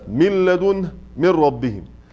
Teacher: أما في الراء واللام فالإدغام فيها كامل بلا خلاف · Term: إدغام كامل